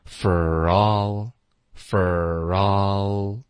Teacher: oh, that for all I know, could be forever.所以我们来看一下它的实际发音因为这个还挺实用的。首先 that,这个结尾的 t,我们要省略。 For,我们弱读 for,然后连读到 all